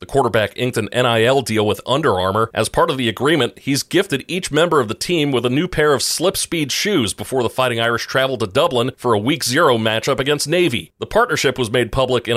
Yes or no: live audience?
no